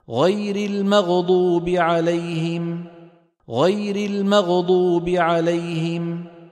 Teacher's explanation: ما سببها هذه؟ لأنه لم يعطي الغين حقها من الرخاوة، لو أعطى الغين حقها من الرخاوة لما تقلقلت. غير المغضو مغ مغ، شايفين؟ · Term: قلقلتها